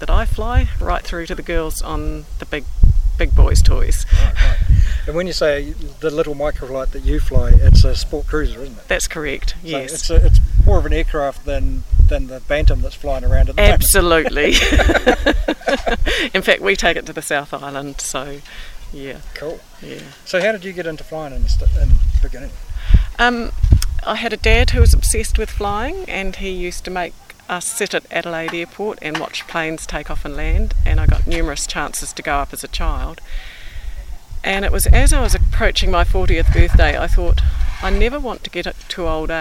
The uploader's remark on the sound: Recorded in the open air at Te Kowhai Aerodrome, Hamilton. Talks with three ladies at a Fly In of the New Zealand Association.